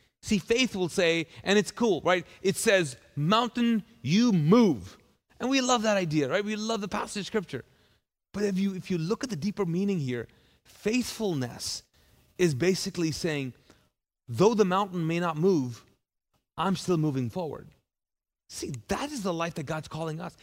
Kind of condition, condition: setting, large echoing room